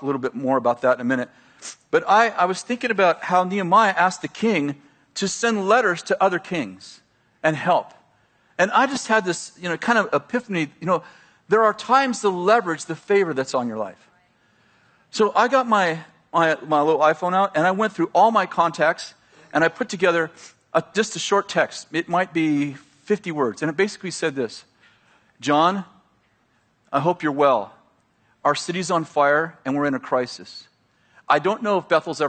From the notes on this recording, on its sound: At Bethel Church in Redding, CA.